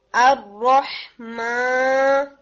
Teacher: इसमें आपकी nasal sound मीम में है, नून में है, नॉट इन अलिफ। अर-रहमान, नहीं, अर-रहमान, मान।